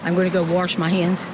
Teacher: We're talking about the pronunciation of wash as warsh. The accent is most common in the South Midland region of the U.S.